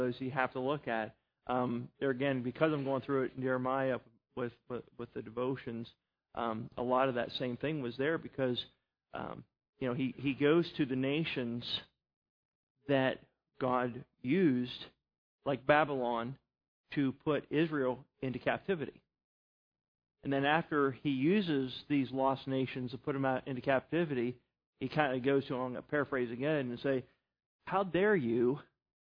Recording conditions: large echoing room